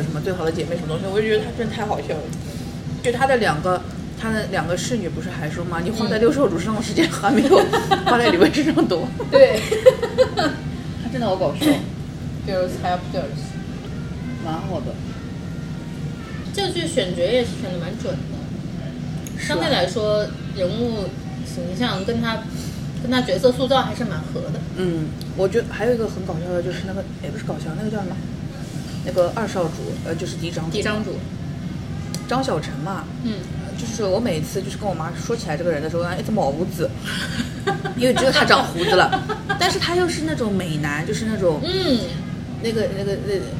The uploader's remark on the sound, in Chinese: 本次录制花费：洋风炭火屋 398元，整2期！